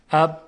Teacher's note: اب قطع میشه، یعنی لبها وقتی روی هم میاد قطع میکنه صدا رو، اب تا وقتی که لبها کنده بشه.